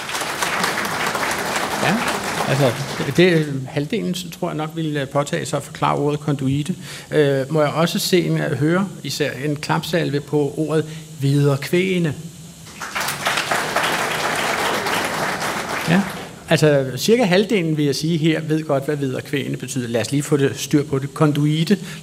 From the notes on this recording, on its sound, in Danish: Klog på Sprog live fra Bogforum i Bella Centeret